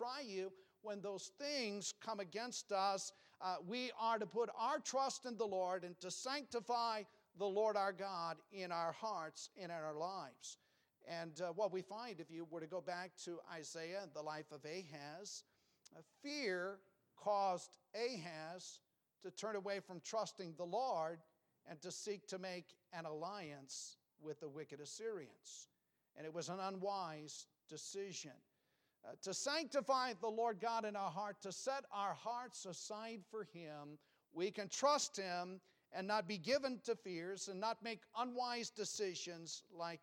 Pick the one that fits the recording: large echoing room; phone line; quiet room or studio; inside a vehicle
large echoing room